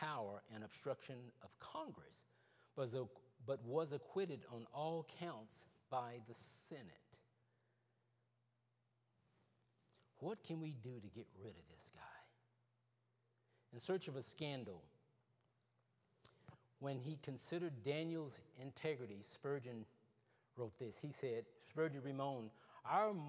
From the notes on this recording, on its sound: Wednesday Evening Service. Trinity Baptist ChurchFindlay, Ohio.